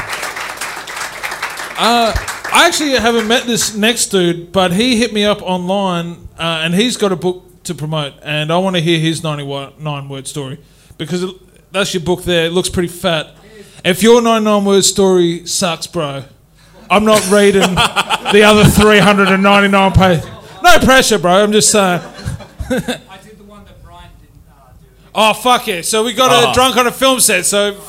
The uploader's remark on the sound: LIVE SHOW #1 Fringe 2021